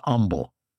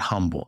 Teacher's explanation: In Texas, we don't pronounce the H. · Shown in: first take · It's humble, not humble.